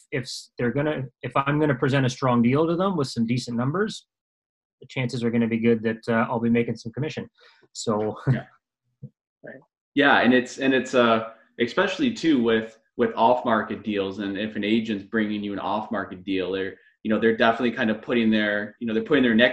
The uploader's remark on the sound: via ZOOM